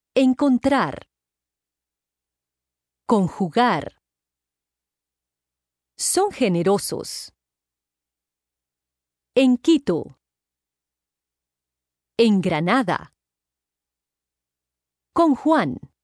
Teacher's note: Before the sounds K, H, and X is pronounced like the ng sound in the English word sing